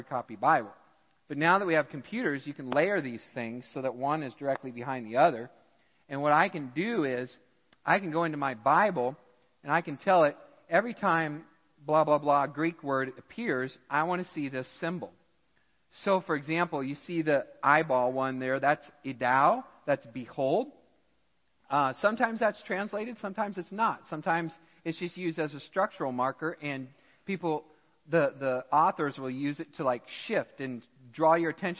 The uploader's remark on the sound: Midland Evangelical Free Church Sermon Audio